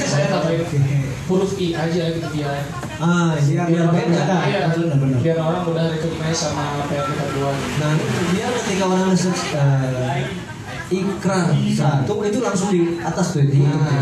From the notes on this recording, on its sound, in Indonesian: Live - Bandung, 11 Maret 2022.